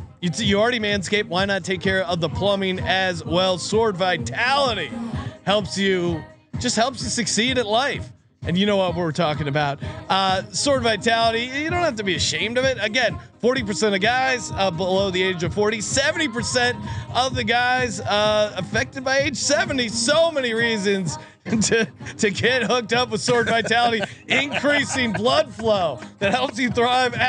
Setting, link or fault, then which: setting, busy venue